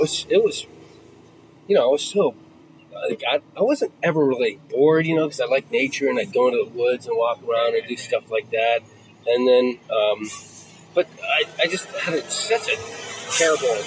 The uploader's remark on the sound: sit outside a coffee shop in LA